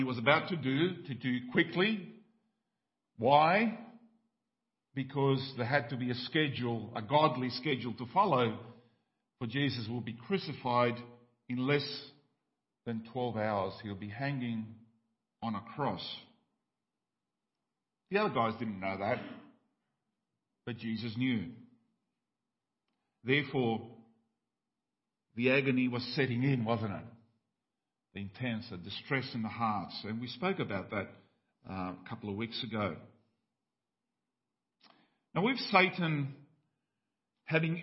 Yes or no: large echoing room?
yes